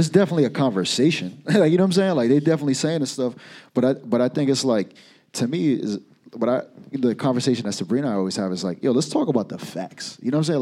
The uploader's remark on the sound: Live at Trade